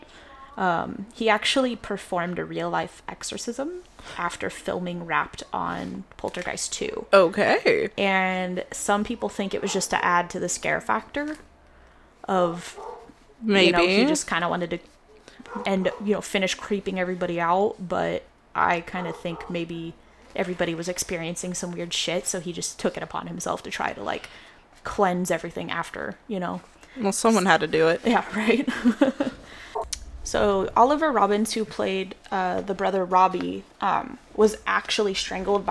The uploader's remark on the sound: If you absolutely hate background noise, skip this episode. There's a lot of noise I was unable to edit out.